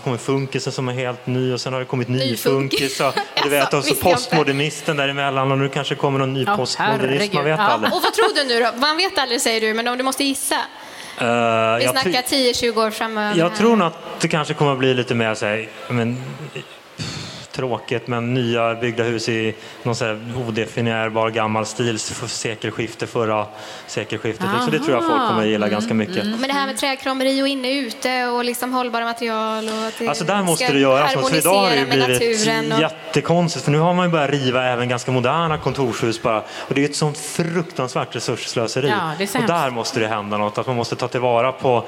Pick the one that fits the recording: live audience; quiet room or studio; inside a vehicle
live audience